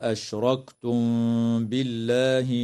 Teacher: وترقق اللام في اسم الله لوقوعها بعد كسرة